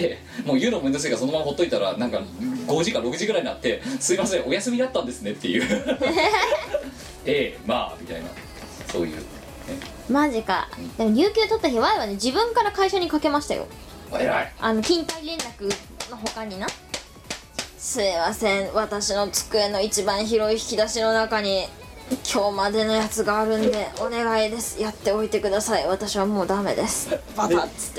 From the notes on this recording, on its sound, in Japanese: 機材の関係でノイズが多く入っております。